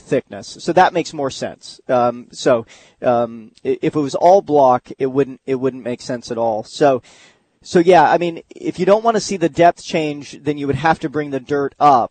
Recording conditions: busy venue